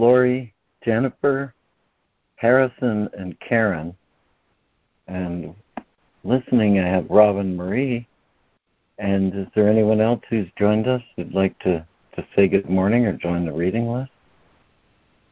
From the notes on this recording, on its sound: ACIM Daily Conference Call.